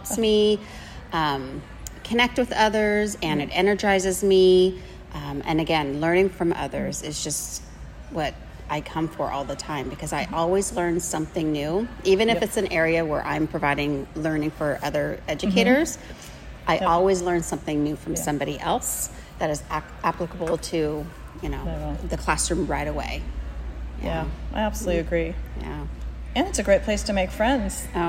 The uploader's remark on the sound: I recorded this episode at the 2023 Fall CUE Conference in Stockton, California. I interviewed a few conference attendees.